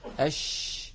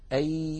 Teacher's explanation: لاحظوا بأن شكل اللسان في حرف الياء مغاير لحرف الشين، مع أن كل منهما يخرج من وسط اللسان وكل منهما يجري معه الصوت ويجري معه النفس.